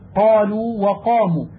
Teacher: فيجب على القارئ أن يفخم القاف تفخيما بالغا إذا أتت بعدها ألف